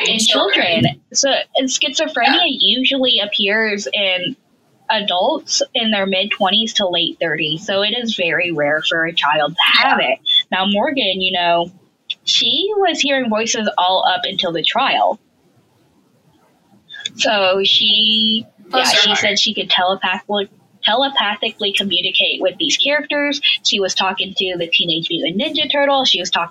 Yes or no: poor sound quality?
yes